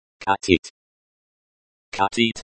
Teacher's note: The stress is on the first syllable. The K sound is like the K in kick.